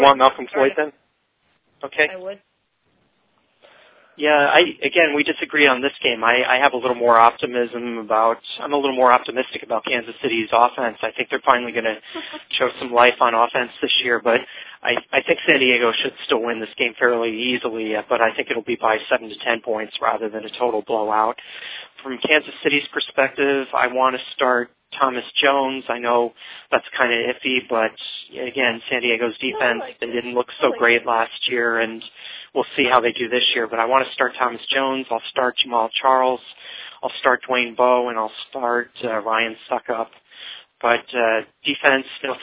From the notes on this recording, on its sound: fan interaction via phone